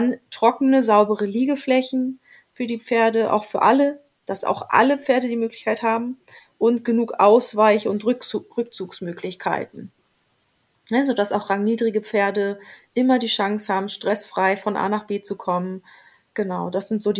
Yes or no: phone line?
no